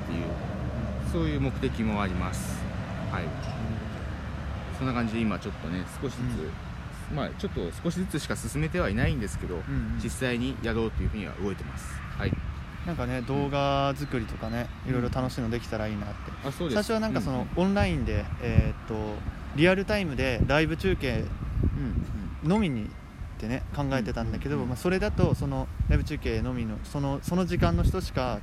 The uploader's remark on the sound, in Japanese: 風の音で一部音声が聞き取りにくくなっている為BGMを切っております。Anchor←このアプリで収録してます。